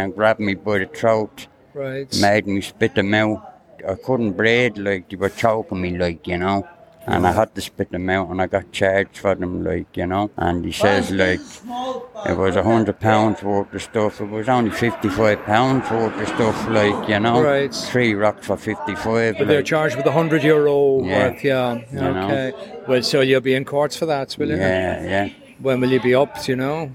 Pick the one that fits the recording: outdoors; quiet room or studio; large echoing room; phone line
outdoors